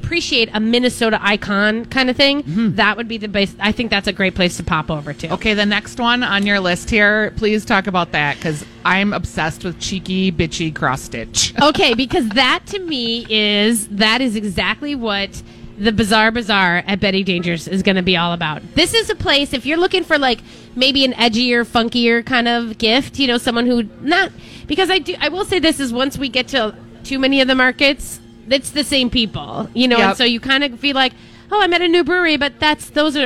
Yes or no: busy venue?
yes